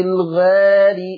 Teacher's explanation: شوفوا بسبب الألف المقللة برضو صوت الغين المفخمة تأثر